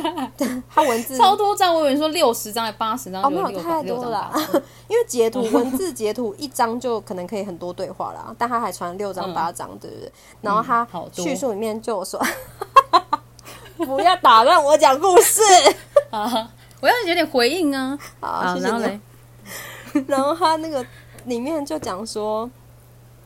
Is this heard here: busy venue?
no